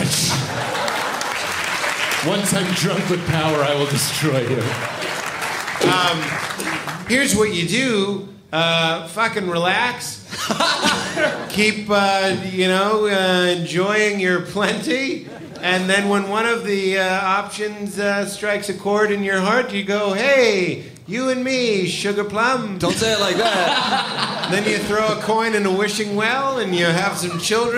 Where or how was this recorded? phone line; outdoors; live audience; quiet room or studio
live audience